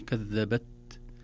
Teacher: كلمة كذبت، التاء ساكنة، والتاء حرف شديد بمعنى لا يقبل أن يمط زمنه، ينحبس في مخرجه. كذبت، لكن لو لم نظهر له همسا يسيرا بخروج بعض الهواء لماتت التاء تماما، لم نسمعها.